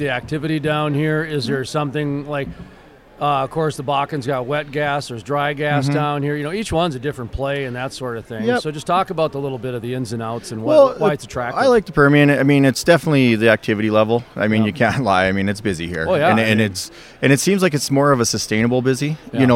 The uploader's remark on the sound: From the Shale Energy Resources Conference and Trade Show at the Horse Shoe Arena and Pavilion in Midland, Texas